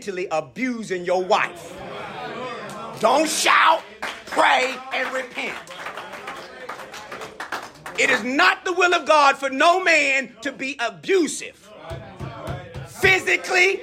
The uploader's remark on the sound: addresses a group of men during the breakout sessions of the 2023 Building the Bridge Conference held at Royalwood Church, Houston, Tx.